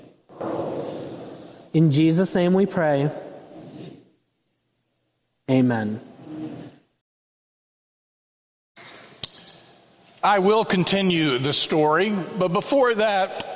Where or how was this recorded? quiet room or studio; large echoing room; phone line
large echoing room